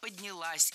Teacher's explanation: Ударение падает на последний слог, поближе к части «с».